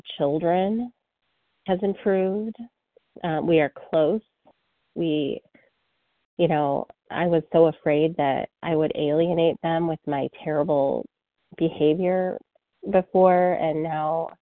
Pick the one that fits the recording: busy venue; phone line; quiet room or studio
phone line